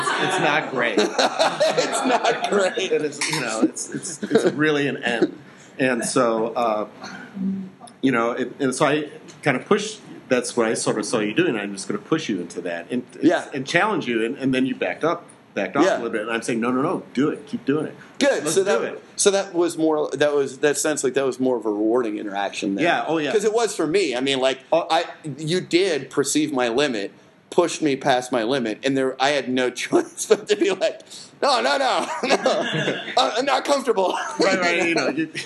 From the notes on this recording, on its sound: Live at the iO Theater on Clark St